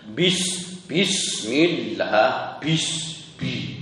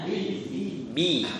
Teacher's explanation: kalau ba itu tidak boleh keluar udara · Shown in: second take